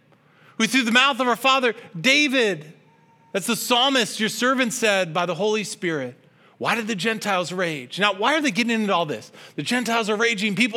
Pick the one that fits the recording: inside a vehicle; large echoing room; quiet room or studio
large echoing room